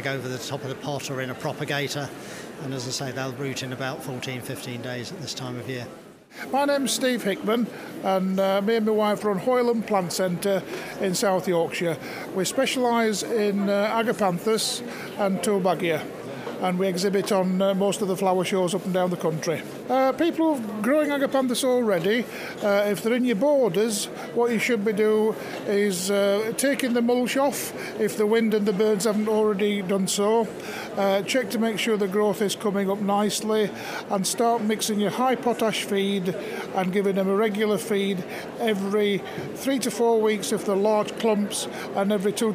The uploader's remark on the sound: RHS Great London Plant Fair 2014 at The Royal Horticultural Halls in Vincent Square, London. Our team of horticultural advisors are live at The Lindley Hall answering your gardening questions.